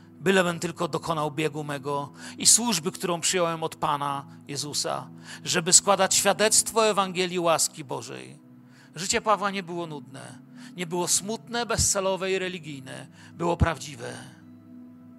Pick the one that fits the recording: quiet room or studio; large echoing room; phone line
large echoing room